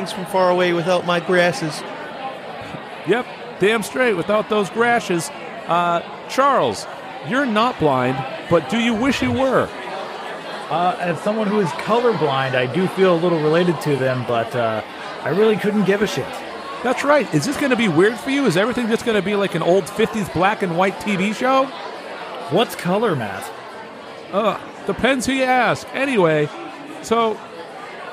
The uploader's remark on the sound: Live from Macy's Thanksgiving Day Parade